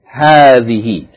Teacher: the ha is pronounced with the elongation of the fatha, even though the alif is not written there.